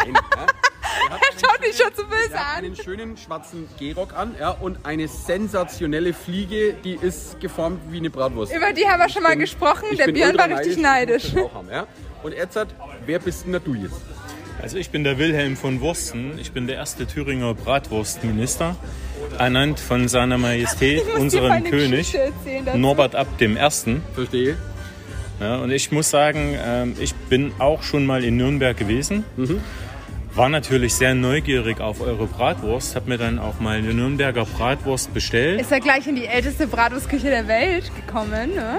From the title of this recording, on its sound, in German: Sommer Straßen Fest Live